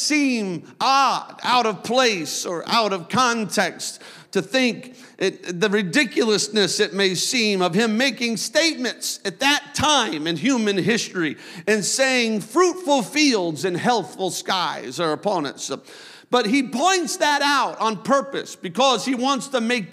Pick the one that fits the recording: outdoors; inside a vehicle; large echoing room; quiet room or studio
large echoing room